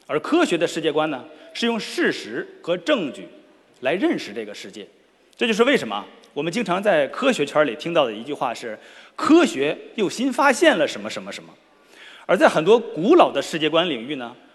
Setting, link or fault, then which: setting, live audience